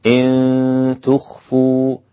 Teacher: ده أنا بخفي النون في التاء فمش هنطق النون. النون مخفية. · Term: الإخفاء